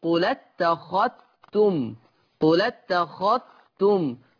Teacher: قرأ ورش اتخذتم لأنه يضغم الذال في التاء · Term: بالإدغام